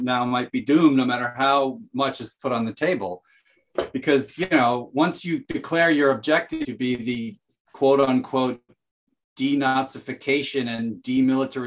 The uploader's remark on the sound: The Truth and Consequences Zoom Chat. Apologies in advance for some audio issues we had during the discussion.